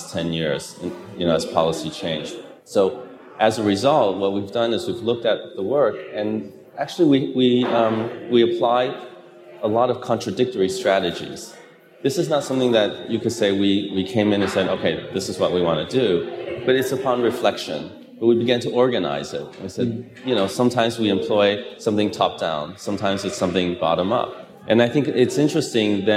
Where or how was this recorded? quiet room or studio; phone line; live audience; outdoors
live audience